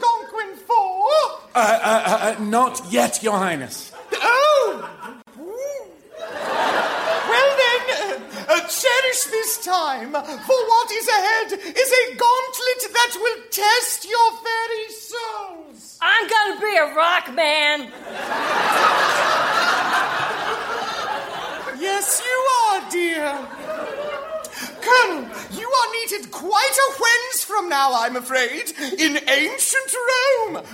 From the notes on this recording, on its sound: Recorded Live 10/13/2012 at Largo, Los Angeles.